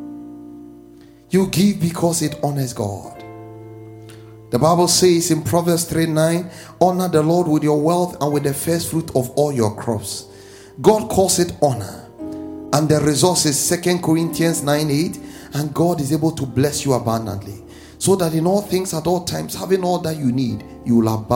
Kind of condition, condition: setting, large echoing room